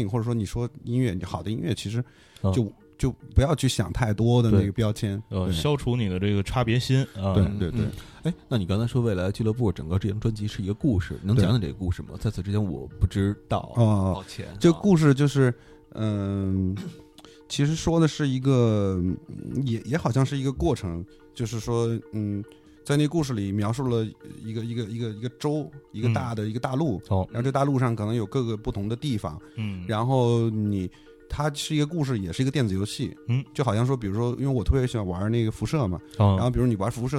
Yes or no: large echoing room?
no